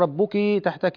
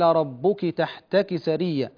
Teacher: لا تمد بعد الكاف، ربك كسر فقط · Shown in: second take